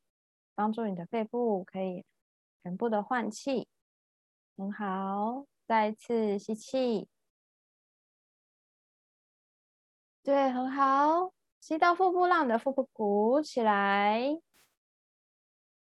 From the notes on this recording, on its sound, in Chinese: 聊聊好心芹ZOOM線上公益講座。